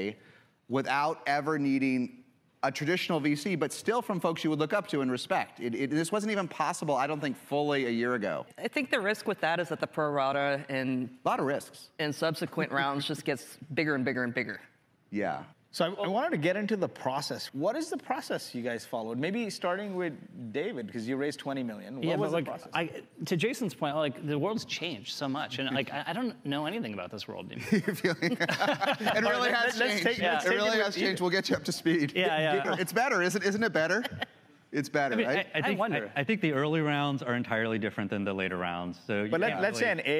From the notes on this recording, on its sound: a panel he moderated at the recent SaaStr Annual Conference